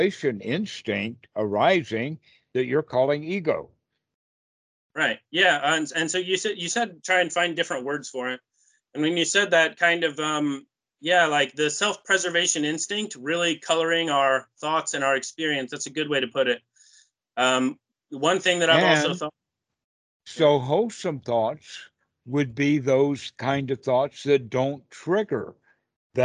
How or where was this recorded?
video call